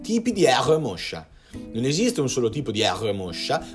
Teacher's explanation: Nel caso di rotacismo posteriore, che è anche quello più comune, si ha la cosiddetta R uvulare o alla francese, che si ottiene perché viene fatta vibrare la base della lingua anziché la punta